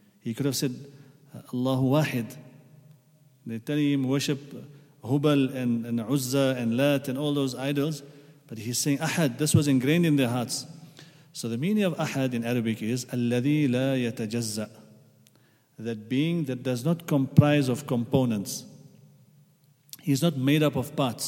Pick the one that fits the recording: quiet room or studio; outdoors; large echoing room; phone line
large echoing room